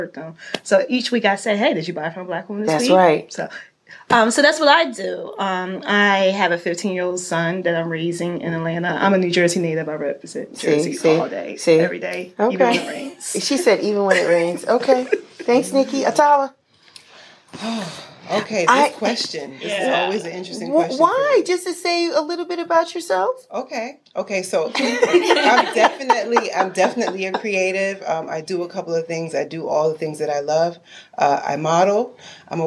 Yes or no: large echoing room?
no